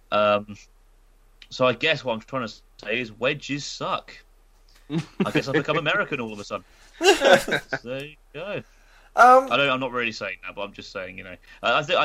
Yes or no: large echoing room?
no